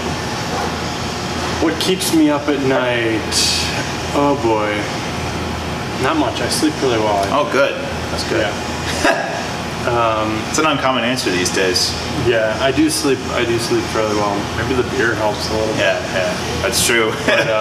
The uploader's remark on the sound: I apologize for the background noise!!!